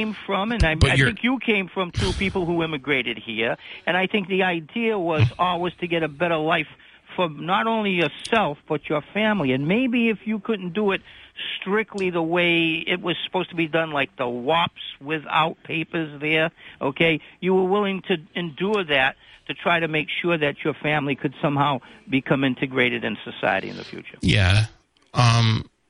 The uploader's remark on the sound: continues to take calls, some friendly and some not so friendly, from the audience